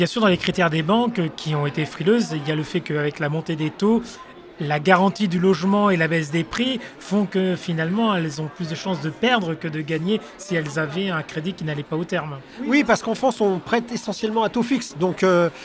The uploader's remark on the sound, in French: Cet épisode a été enregistré en live lors de Immo, le congrès de la FNAIM 2023.